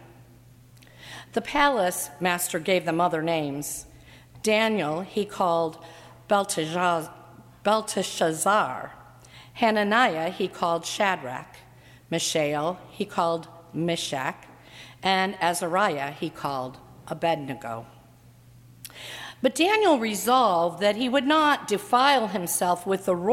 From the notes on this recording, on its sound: during the 7:00 PM Ash Wednesday service on Wednesday February 14, 2018, at First Presbyterian Church of Arlington Heights, Illinois.